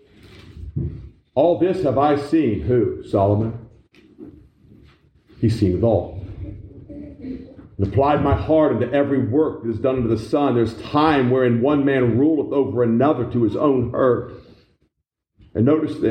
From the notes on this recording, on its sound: This message was preached in October 2021 at the Black Creek Baptist Church